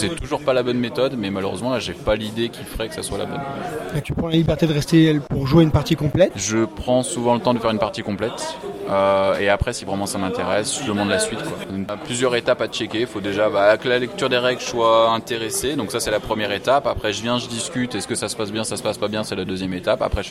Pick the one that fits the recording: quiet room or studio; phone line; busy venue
busy venue